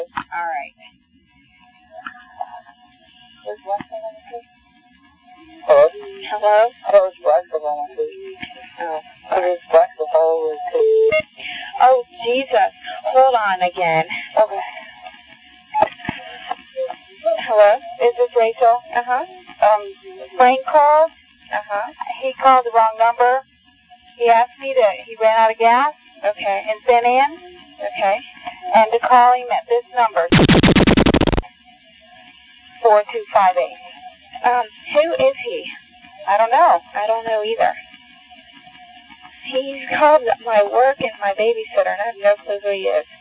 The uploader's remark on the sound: Personal Prank Phone Calls Collection.